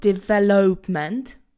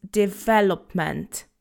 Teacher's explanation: Remember that the stress is on the ve syllable, development. So there is no O sound. · Shown in: second take · It's not development, okay?